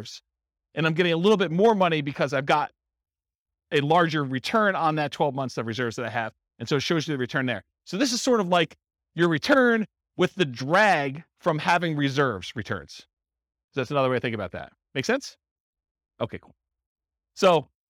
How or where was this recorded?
live audience